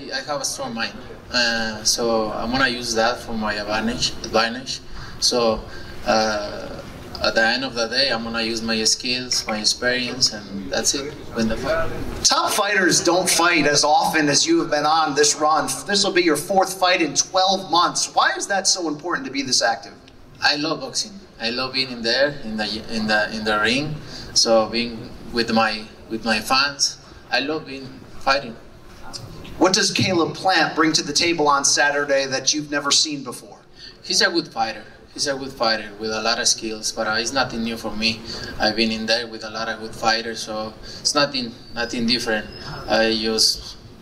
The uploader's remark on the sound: grand arrivals interviews in Las Vegas